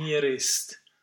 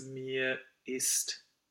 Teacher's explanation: we need the space we need a real glottal there · Shown in: second take